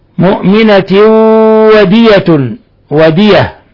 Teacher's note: تنوين كسر جاء بعده الواو إضغام بغنة